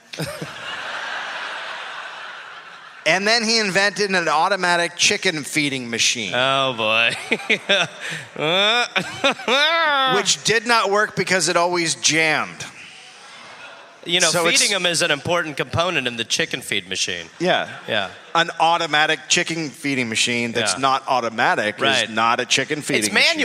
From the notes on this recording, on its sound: Recorded live in Houston.